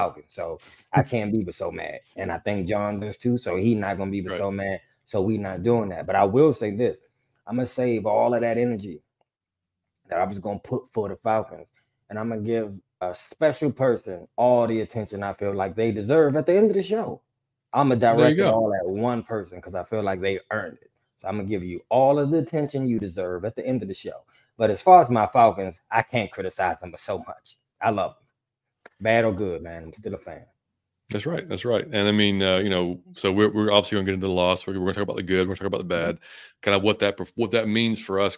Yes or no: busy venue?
no